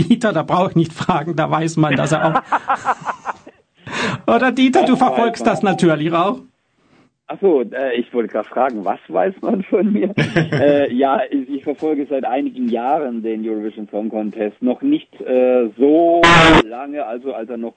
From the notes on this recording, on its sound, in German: Aufgepeppt wurde die Lästerrunde durch live zugeschaltete Gäste.